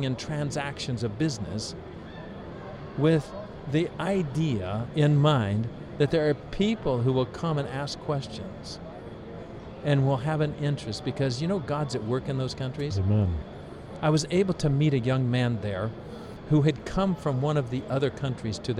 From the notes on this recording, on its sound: This episode was Streamed Live on location at ASI International Convention in Kansas City, Mo.